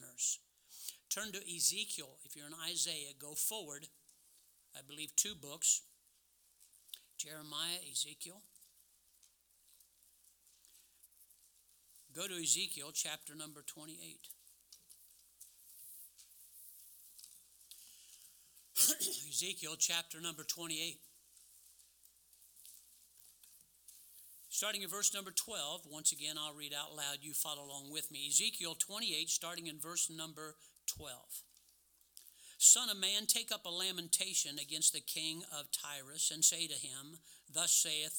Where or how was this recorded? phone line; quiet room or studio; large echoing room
large echoing room